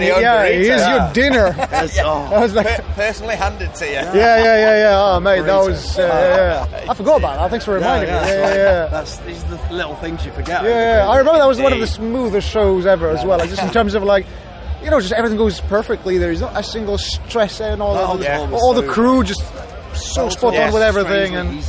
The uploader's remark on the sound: at this years Bloodstock Festival after their superb set on the Sophie Stage